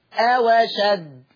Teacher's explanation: شوف شوف الهمزة انتقلت على طول، شلنا همزة أشد ونقلنا الحركة الفتحة على الواو فصارت أواشد · Term: النقل